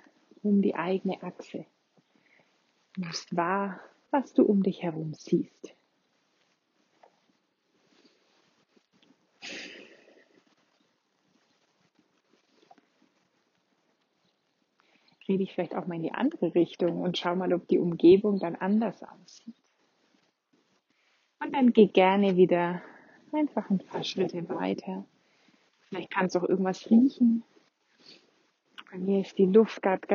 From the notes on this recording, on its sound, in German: Wir machen einen gemeinsamen Spaziergang (deswegen auch die etwas ungewöhnliche Tonqualität